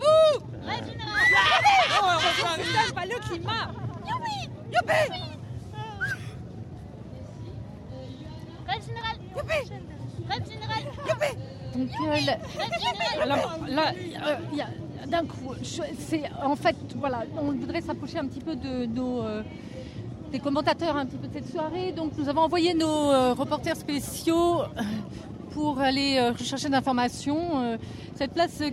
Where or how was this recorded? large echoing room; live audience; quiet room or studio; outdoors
outdoors